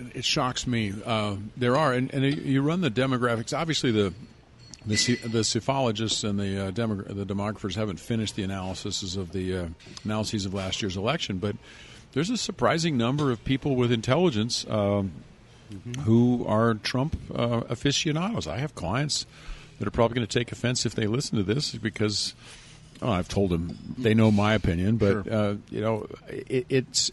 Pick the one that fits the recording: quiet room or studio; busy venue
busy venue